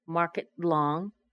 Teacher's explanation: Notice how the T in the end of market and the L on long connect.